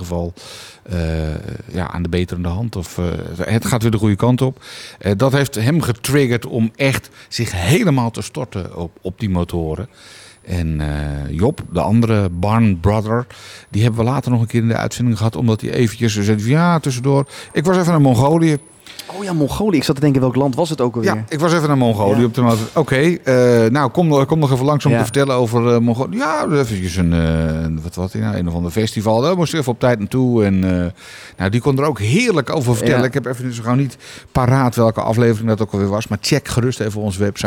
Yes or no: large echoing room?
no